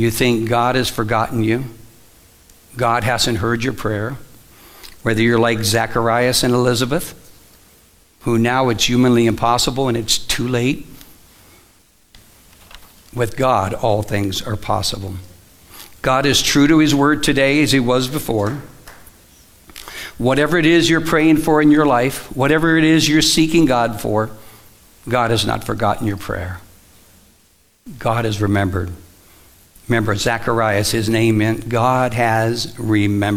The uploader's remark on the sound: Live from The Summit Church in Dover, OH